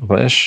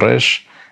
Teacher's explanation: a resh from the throat, a guttural R · Shown in: first take